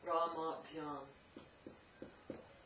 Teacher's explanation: Before Pyam, the A lengthens.